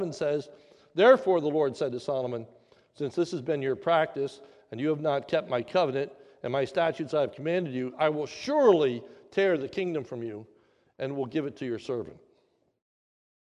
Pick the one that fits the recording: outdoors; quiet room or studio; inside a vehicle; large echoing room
large echoing room